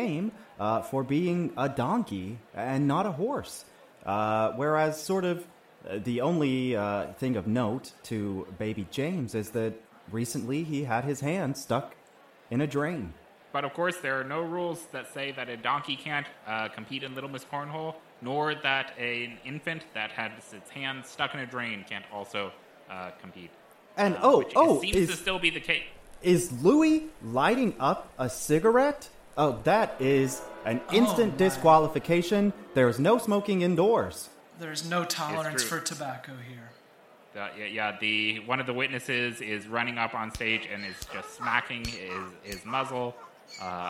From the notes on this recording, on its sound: live special coverage of the Little Mys Cornhole Competition